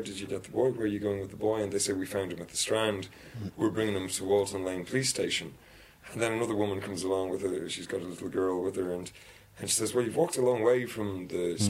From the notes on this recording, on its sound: Kerry Film Festival 2018. We're coming to you from the Kingdom of Kerry, at the Kerry Film Festival.